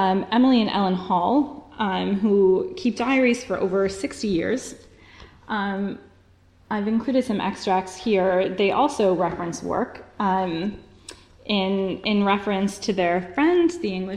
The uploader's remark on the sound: Recorded at the 'Silence in the Archives' conference hosted by the Oxford Centre of Life-Writing at Wolfson College, Oxford on 7 November 2015. This podcast is one of ten podcasts recorded at the 'Silence in the Archives' conference hosted by the Oxford Centre of Life-Writing at Wolfson College, Oxford. Were delivered as part of Panel 3a.